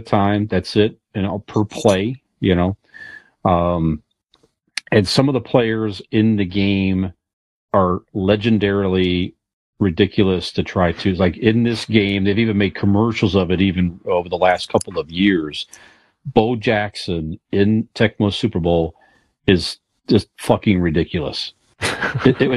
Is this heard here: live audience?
no